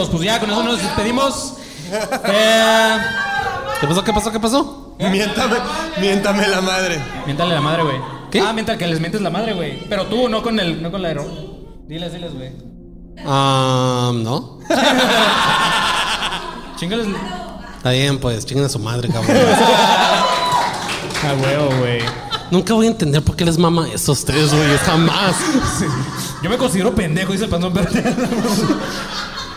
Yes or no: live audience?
yes